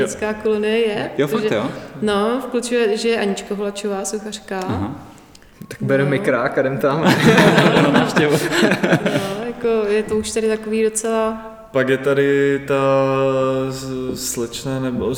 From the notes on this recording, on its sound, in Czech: Prostory jejich ateliéru (ex-hospody) jsou vskutku velkolepé, takže zvuk opět není tip ťop (hodilo by se tam pár akustických panelů)